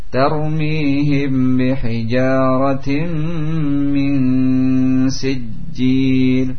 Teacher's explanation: mim sukun bertemu dengan ba, datang setelahnya huruf ba, sehingga ditahan. Tarmihim bihijaratim min sijjil, dipanjangkan, tidak dibaca pendek, pendek. · Term: ikhfa syafawi